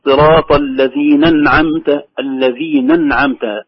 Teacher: لكن البعض تسقط همزة أنعمت، يقول صراط الذين أنعمت الذين أنعمت، أجعله همزة وصل لكن هي همزة قطع ومرسومة في المصحف وعليها علامة الفتحة.